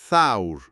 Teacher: باید نوک زبون رو بذارید پشت دندونای بالا. یه صدای شبیه ث تو انگلیسی، مثل کلمه thing. · Term: نوک زبانی